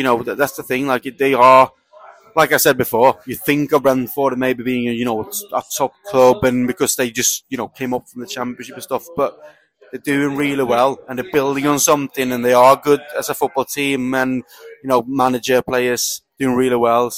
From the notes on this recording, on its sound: live in The Lion Tavern